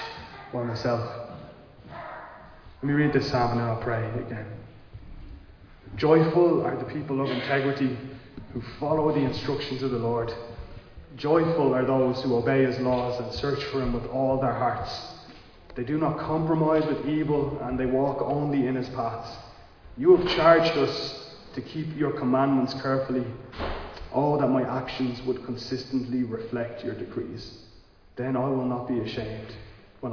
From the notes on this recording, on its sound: Recorded live in Liberty Church on 2 October 2022